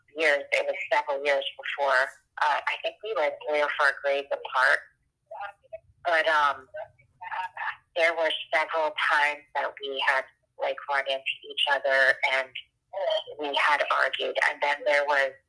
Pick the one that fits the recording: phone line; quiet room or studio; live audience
phone line